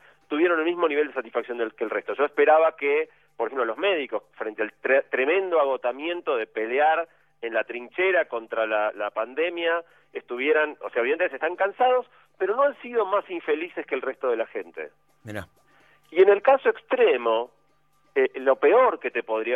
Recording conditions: phone line